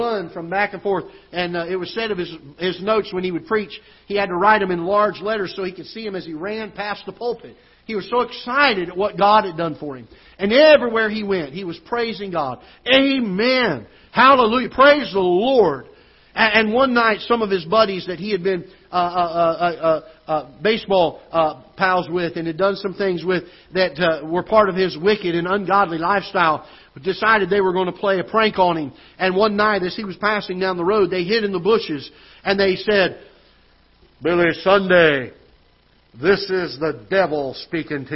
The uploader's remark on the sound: Ketha Heights Baptist Church ~ Live Broadcast.